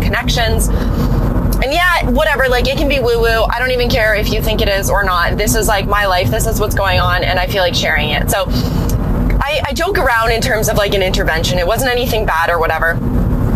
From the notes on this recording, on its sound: My first 'car chat' episode